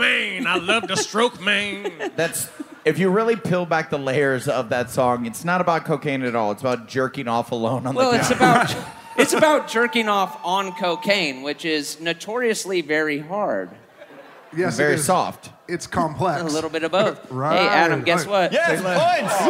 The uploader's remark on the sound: Live from Long Island!